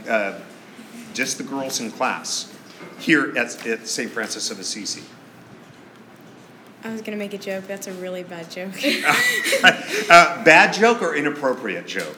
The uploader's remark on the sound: LIVE STUDIO AUDIENCE!